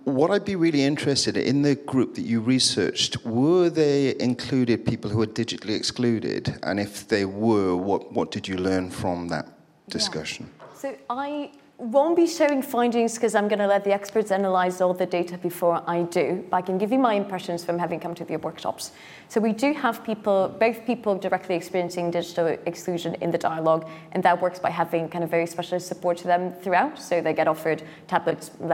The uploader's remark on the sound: Each speaker had eight minutes, followed by eight minutes of questions from the audience.